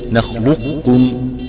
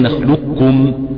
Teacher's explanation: الإدغام الناقص ومعناه بقاء بعض صفات القاف كالاستعلاء وزوال بعضها كالقلقلة · Shown in: first take